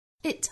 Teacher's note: It 后面的 t 略掉